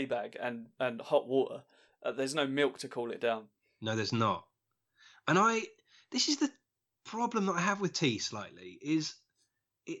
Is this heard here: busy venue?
no